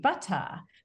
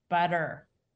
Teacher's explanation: That T that's pronounced like a D between a stressed and unstressed syllable is something that only developed in the United States · Shown in: second take · after most of the colonists had settled here. · Term: flap